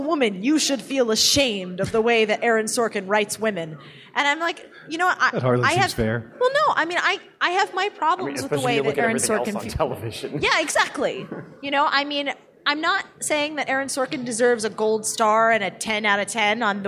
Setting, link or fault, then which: setting, live audience